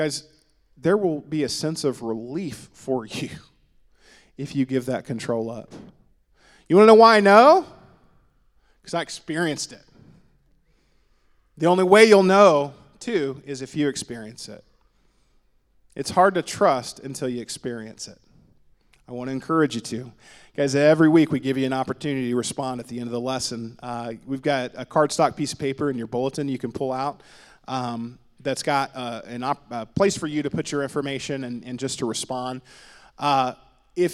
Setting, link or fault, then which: setting, live audience